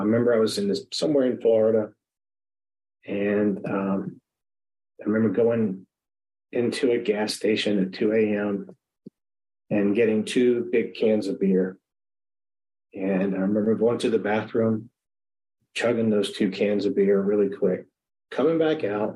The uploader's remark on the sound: at the Magical Mystery Tour zoom meeting in March of 2022